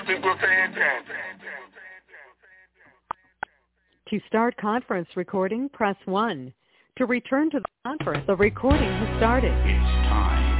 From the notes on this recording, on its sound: TNTSuperfantastic Conference Call.